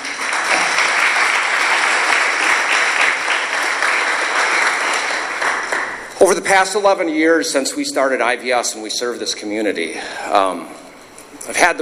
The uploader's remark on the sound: remarks from the podium at the ceremony